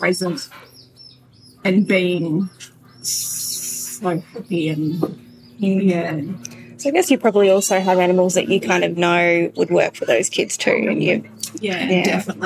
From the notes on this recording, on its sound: We have a noisy episode for you this week